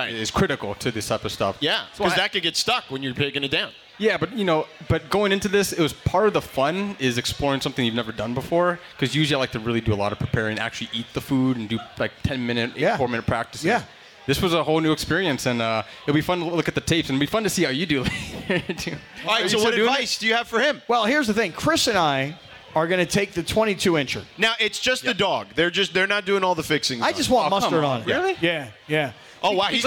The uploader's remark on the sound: LIVE from Yaamava Resort & Casino